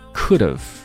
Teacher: 这个 have 还会被进一步的弱读，没错，就是把这个 h 音也给省略掉，变成 of